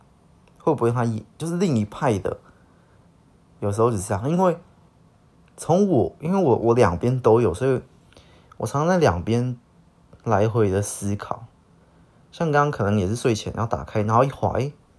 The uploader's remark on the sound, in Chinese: 音質不是很好，可能之後還是盡量少用手機錄吧。